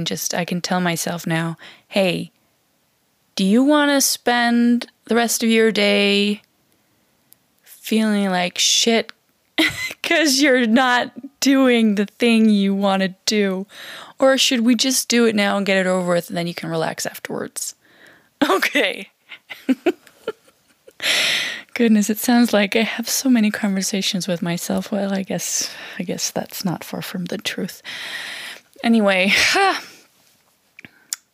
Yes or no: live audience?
no